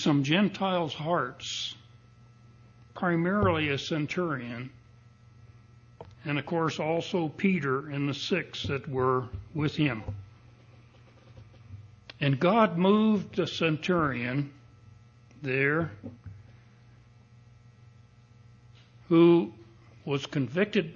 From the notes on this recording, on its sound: Recording of the sermon